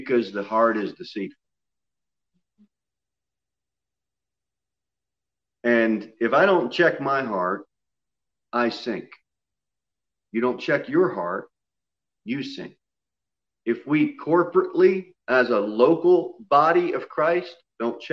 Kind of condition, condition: setting, large echoing room